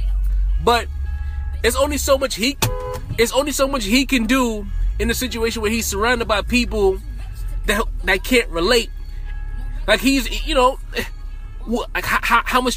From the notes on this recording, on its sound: Car Sessions in New York City. While driving through the streets of New York City.